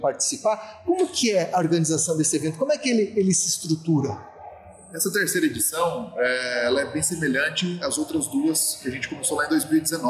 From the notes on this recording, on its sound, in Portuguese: O programa foi gravado diretamente do encontro realizado no município de Pato Branco, no dia 20 de junho.